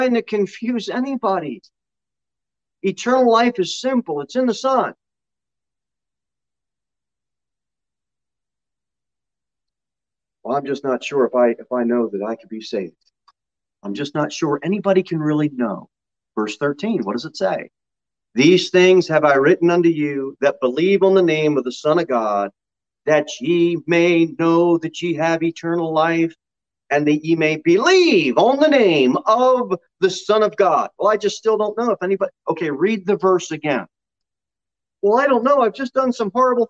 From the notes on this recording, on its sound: Sermon delivered at Pilgrim Baptist Church on Sunday, October 31, 2021, at 6:15 pm.